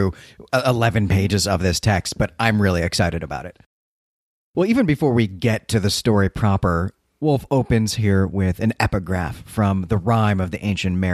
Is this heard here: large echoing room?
no